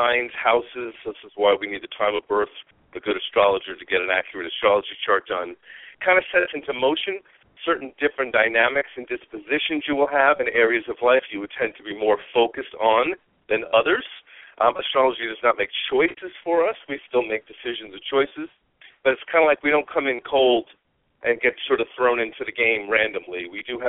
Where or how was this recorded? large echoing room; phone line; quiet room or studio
phone line